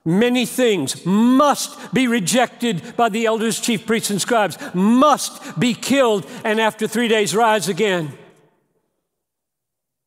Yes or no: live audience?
yes